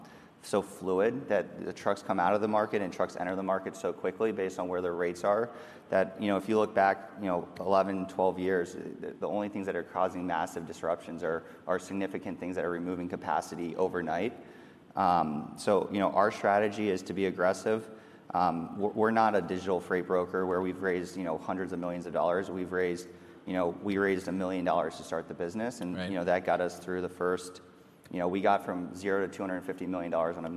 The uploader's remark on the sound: lively session from FreightWaves LIVE: Chicago